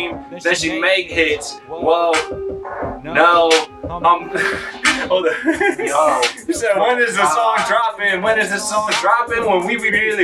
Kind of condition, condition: fault, poor sound quality